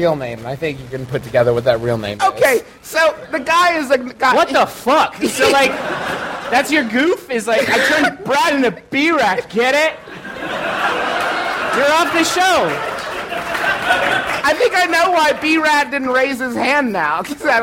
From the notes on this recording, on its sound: We took to the stage at the Cincinnati Shakespeare Company -- which is in Cincinnati, you might have guessed -- to do our second live show ever.